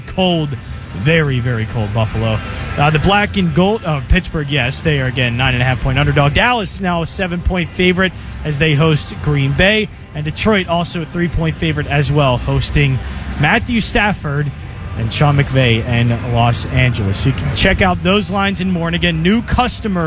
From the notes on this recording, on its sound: LIVE from the Parx Casino Sportsbook.